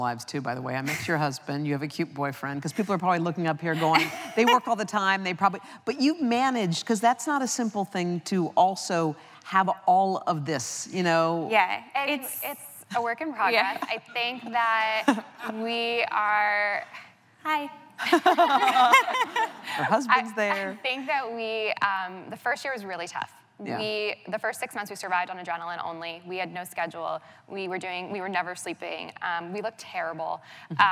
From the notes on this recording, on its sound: It was recorded on Jan 18, 2017 in front of a live audience at New York's 92nd Street Y.